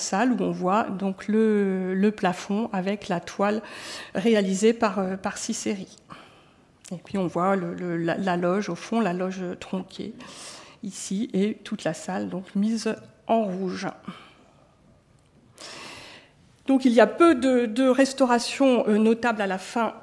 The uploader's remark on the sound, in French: Intervention enregistrée le 23 octobre 2014 dans le cadre du colloque « Conserver et restaurer les théâtres historiques (XVIIIe – XIXe siècles) : pour qui, pour quoi ?